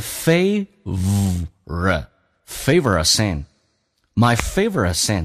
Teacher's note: 在美语当中少了一个 a,同时后面的 a 弱化成 a 这个发音